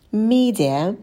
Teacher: В слове «media» посидите подольше на звуке «м». Потом у нас долгий «и».